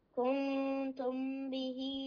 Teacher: الميم مع الباء إخفاء شفوي